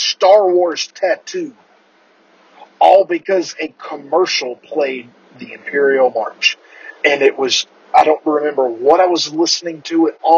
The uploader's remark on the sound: The audio isn't the greatest, but that'll be fixed soon.